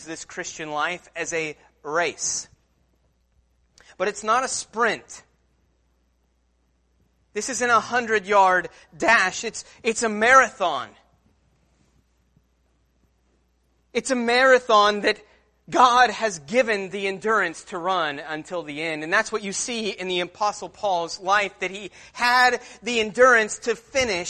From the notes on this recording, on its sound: Sermon Preached at Christian Fellowship Church Peru, In on Sunday, November 3rd